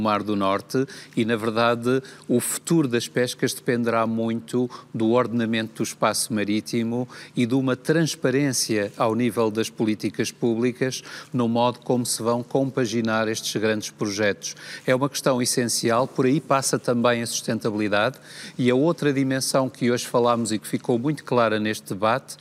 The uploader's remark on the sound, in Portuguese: No palco do debate, nos novos armazéns de aprestos de Vila Do Conde.